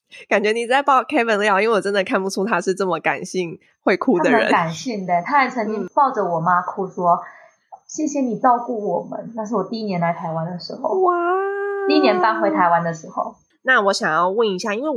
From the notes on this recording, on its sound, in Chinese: 本集為首度遠端線上錄音，由於收音設置和剪輯能力經驗不足，無法完全排除背景音些許雜訊，因此較不建議配戴耳機收聽